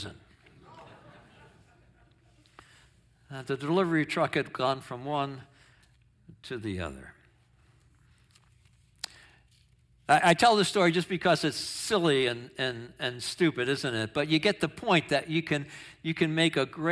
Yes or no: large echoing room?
yes